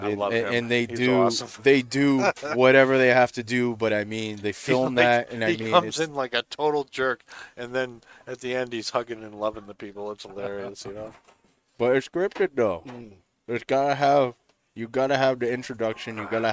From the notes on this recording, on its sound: Recorded live from the 7-20-4 Lounge!